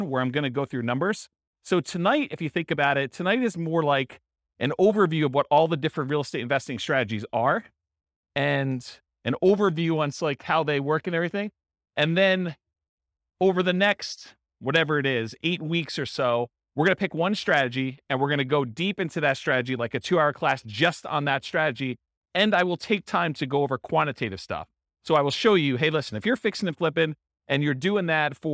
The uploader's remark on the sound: Real estate entrepreneurs in College Station, Texas. This was a live class recorded. The live in-person version.